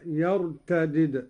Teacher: قوله تعالى: يا أيها الذين آمنوا من يرتد منكم عن دينه فسوف يأتي الله بقوم. قرأ قالون على فك الإدغام أي بدالين: الدال الأولى مكسورة والثانية مجزومة هكذا: يرتدد، وهي لغة أهل الحجاز، وعليها الرسم المدني والشامي.